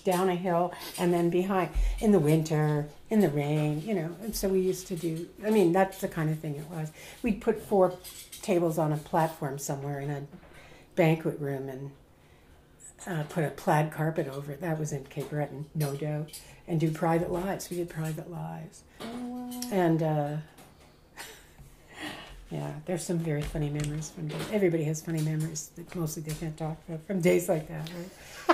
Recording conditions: sounds in the background